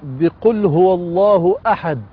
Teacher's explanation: ثم الأمر الثالث أو الحالة الثالثة، الوقف الذي تعرضنا إليه، إذا كان الوقف على حرف مقلقل أو على حرف من حروف القلقلة، فأصبح السكون سكون عارض ثم أتت القلقلة، فجئنا بقل هو الله أحد، أحد الدال تنون بالضم، وقفنا عليها دال ساكنة، وإذا سكنت الدال فهي مقلقلة، إذا دال ساكنة مقلقلة عند الوقف.